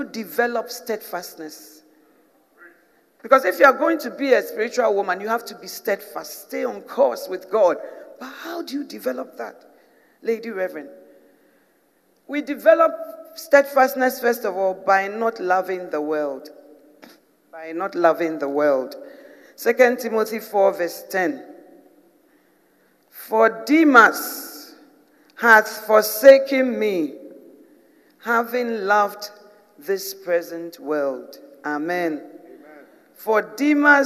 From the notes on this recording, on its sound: Preached in 2017 at The Spiritual Woman Conference